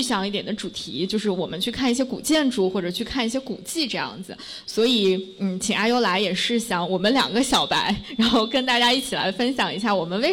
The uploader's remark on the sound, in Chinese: 在北京一间非常有设计感、清新明快的「PIN 3口咖啡」顺利起飞！也和现场 30 位可爱的听友一起。